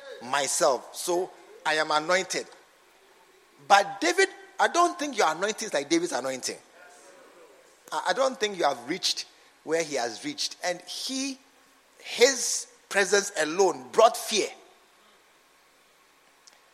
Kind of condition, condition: setting, large echoing room